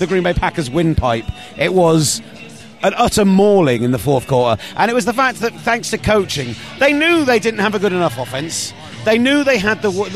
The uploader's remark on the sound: Live from Stanford Stadium